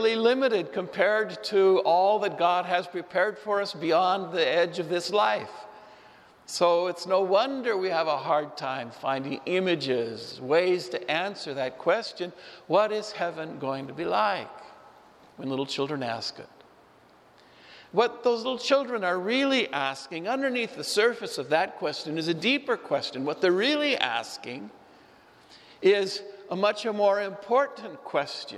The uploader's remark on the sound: Homily delivered at Saint Francis Assisi Church, Spokane.